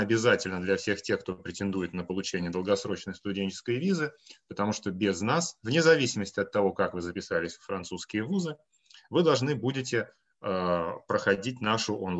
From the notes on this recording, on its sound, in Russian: Данный подкаст - запись вебинара, который проводили совместно Students International и Campus France. Представитель Campus France отвечает на вопросы слушателей.